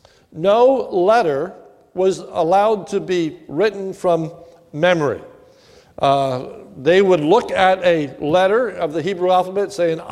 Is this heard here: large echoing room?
yes